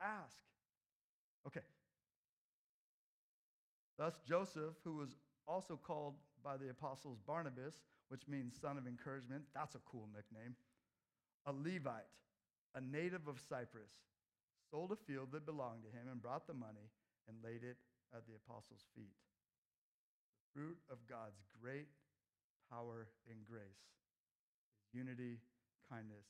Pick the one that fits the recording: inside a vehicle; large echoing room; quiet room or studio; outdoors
large echoing room